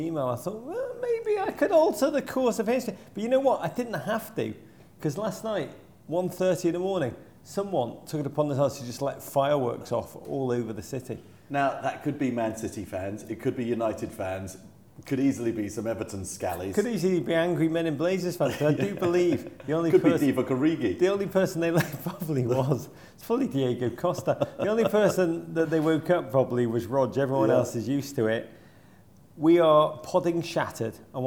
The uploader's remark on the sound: Live in Liverpool